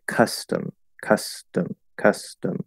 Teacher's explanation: I would say it's still basically the same sound, um, but in terms of the actual like what you hear that's coming out, um, we could say that maybe the quality of the sound is different um, because the first one is louder and longer, stressed. The second one is unstressed.